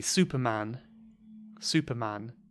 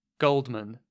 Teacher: So here we say man, which is an ah sound. It's not a schwa, it's an ah. · Shown in: first take